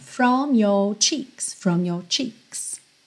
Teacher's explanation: no from tem a língua enrolada no R, no your já não tem.